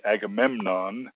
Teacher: Agamemnon with its accent on the third syllable